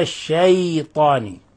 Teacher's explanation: الشين من الحروف المرققة، والياء من الحروف المرققة، فلا يجوز أن نقول الشي، وإنما الشيطان.